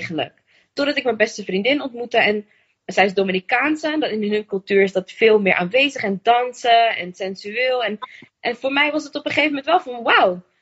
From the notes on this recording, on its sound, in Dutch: Het audio is niet perfect, maar wel goed te doen.